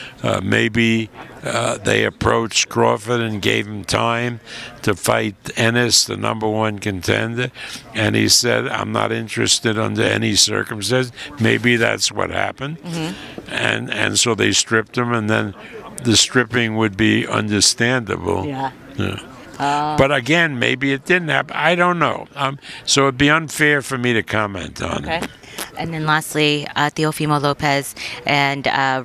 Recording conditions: busy venue